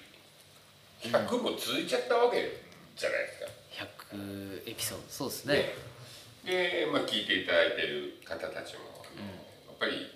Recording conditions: poor sound quality